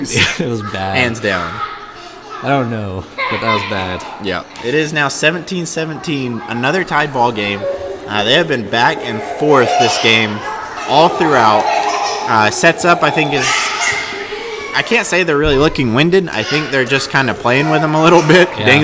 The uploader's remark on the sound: We apologize for the background noise this week... It was extremely loud at times, so we had to cut away so we don't blow your eardrums out.